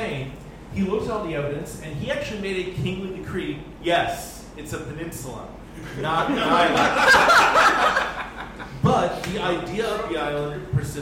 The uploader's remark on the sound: Live at Floyd’s